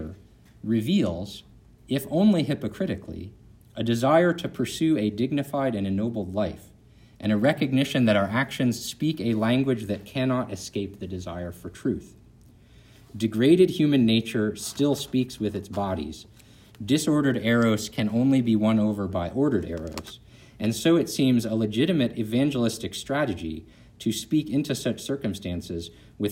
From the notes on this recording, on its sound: This lecture was given on November 3rd, 2023, at Youngstown State University.